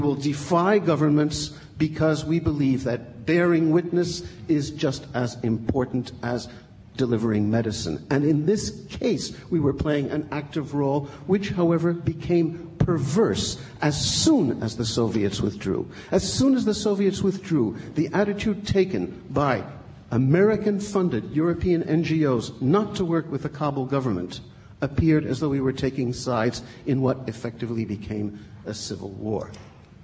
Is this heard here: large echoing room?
yes